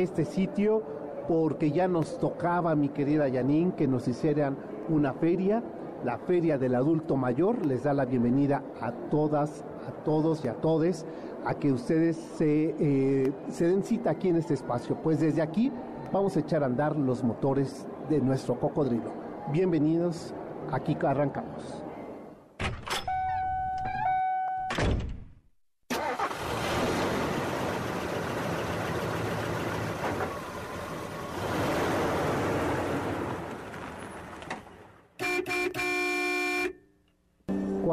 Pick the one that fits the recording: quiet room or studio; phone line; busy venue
busy venue